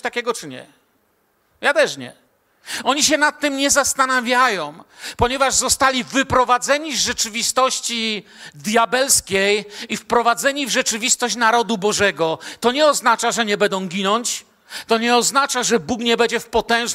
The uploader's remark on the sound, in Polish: Kazanie nagrano podczas nabożeństwa niedzielnego w Kościele „Filadelfia” Bielsko Biała.